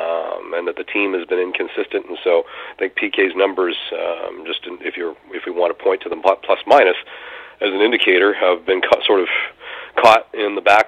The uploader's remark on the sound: we take your phone calls